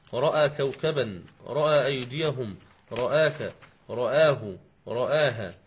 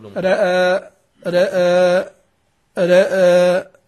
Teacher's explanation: وقلل الراء والهمزة من رأى حيث وقع قبل محرك · Term: التقليل